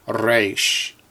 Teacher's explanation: the Sephardic tends to roll it like the Spanish letter R